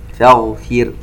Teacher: نشبع الكسر على حرف الفاء ومن ثم نأتي بالراء مرققة حسب الأصول.